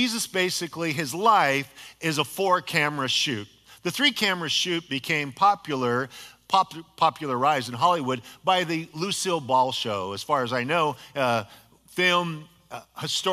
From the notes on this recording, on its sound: a sermon delivered as part of the Anchored Series at Godspeak Calvary Chapel in Newbury Park, California